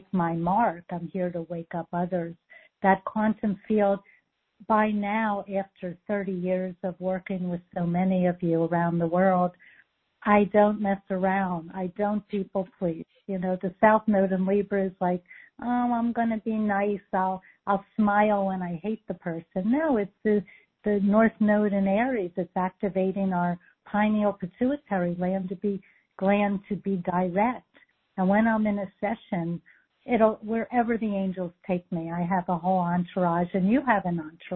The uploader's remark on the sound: For the courageous starseeds who called in and participated live with us!